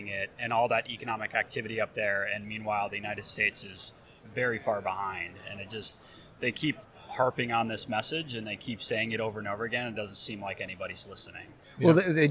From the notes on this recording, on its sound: live from the San Diego Convention Center